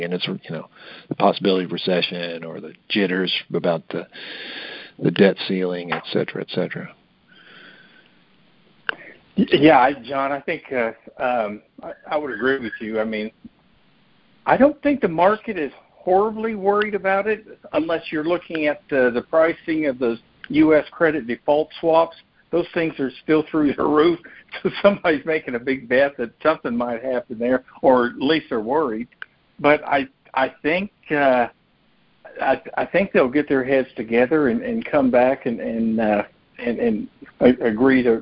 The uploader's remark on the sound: May 2023 Monthly Cotton Conference Call.